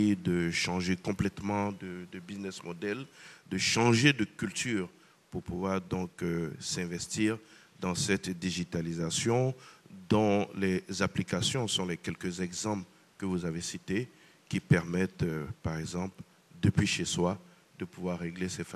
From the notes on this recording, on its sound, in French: Ce débat a été enregistré à Abidjan dans le cadre de la 3ème édition du Cyber Africa Forum.